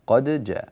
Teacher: والدال هنا مظهرة فينبغي إظهارها وقلقلتها وتوضيحها